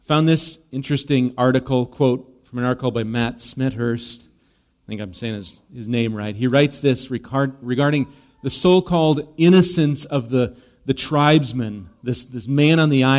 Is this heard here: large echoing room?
yes